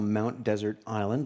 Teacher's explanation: the name of your island should be pronounced with the emphasis on the first syllable